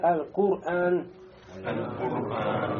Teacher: не говорим, да, аль-Кур-Ре, мягко не будет · Term: муфахома